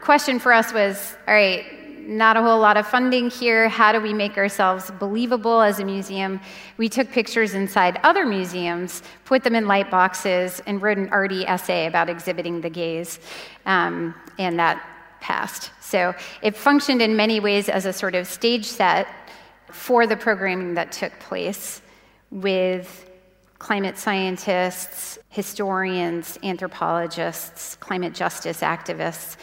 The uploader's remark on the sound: This is the adaptation for the Climactic podcast of the first keynote of Climarte's Art + Climate = Change Festival.